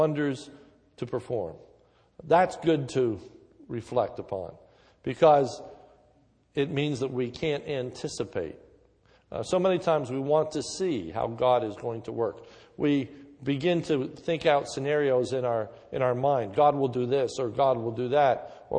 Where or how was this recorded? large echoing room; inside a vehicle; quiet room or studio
large echoing room